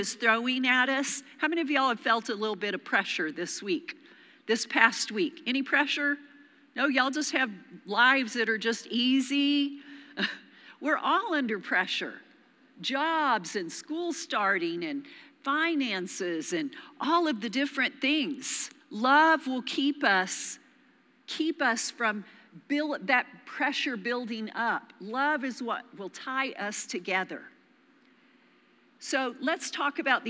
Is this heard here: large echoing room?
yes